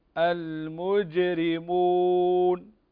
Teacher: شوف عندنا الجيم مقلقلة هنا